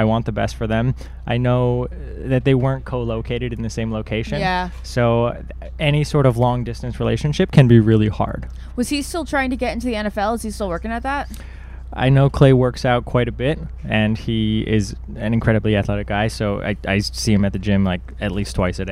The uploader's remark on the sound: Live from the Napa Valley Wine Train with a ton of friends from Bachelor Nation!